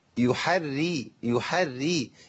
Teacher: يبقى ناخد بالنا الراء هنا مشدده بالكسر، يبقى ماليش علاقه بحركه ما قبلها.